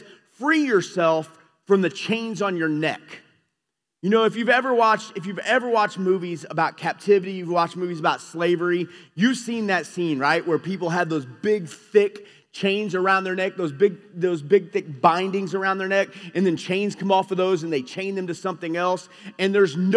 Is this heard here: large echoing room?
yes